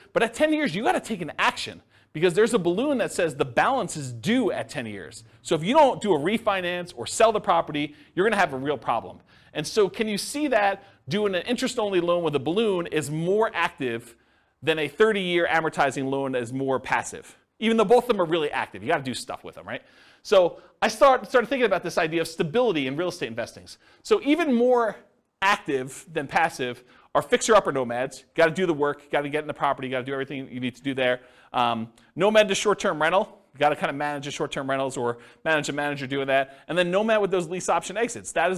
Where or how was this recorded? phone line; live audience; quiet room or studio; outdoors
live audience